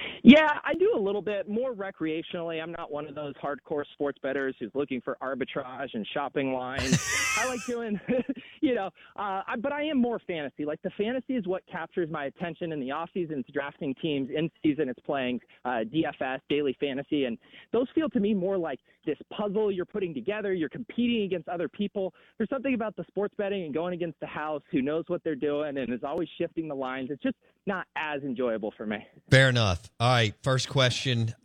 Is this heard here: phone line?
yes